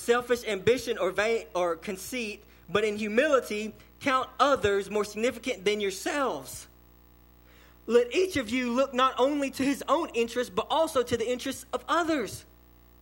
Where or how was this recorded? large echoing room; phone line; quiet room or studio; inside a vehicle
large echoing room